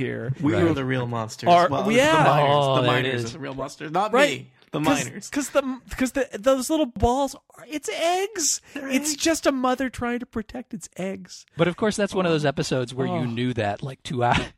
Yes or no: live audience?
no